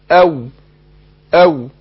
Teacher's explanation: الواو بتخرج من الشفتين معا لكن بانفتاح الشفتين، مول او من الشفتين بس ايه بانفتاح الشفتين.